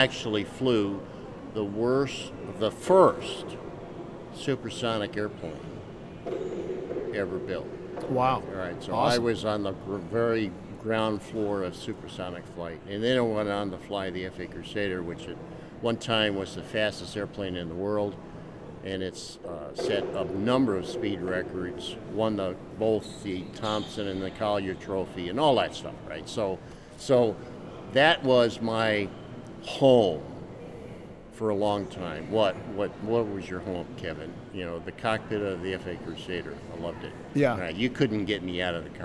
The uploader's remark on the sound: LIVE from CPE 2022!